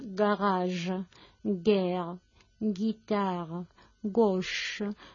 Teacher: es una velar sonora que se pronuncia en la parte alta del velo del paladar, y oclusiva porque se cierran los órganos al pronunciarlo · esa oclusiva velar sonora en la que estamos impidiendo la salida del aire, eso se llama oclusiva, cerrando y pronunciando en la parte de arriba y de atrás del paladar.